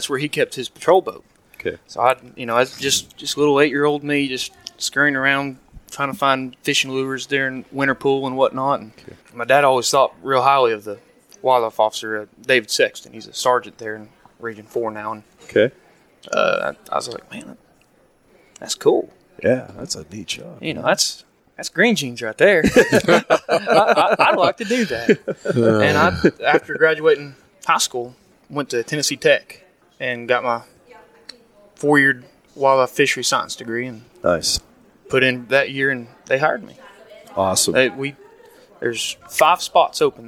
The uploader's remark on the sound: Live from NAWEOA